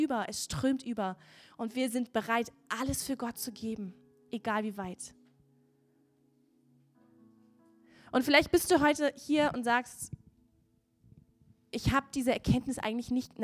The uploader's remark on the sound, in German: Gottesdienst Predigt